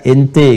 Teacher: Jadi kalau kita ungkapkan a, dia pakai imalah e.